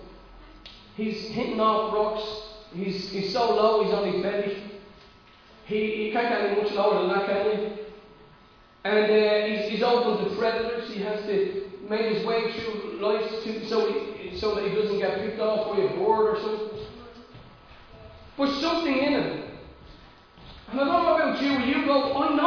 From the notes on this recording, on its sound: Recorded live at Liberty Church on 26th July 2020